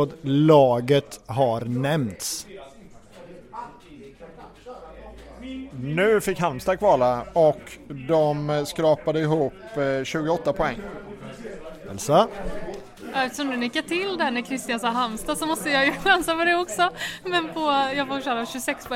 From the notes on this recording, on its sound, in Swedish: Lyssna på vår goa, röriga podd, live on tape från krogen.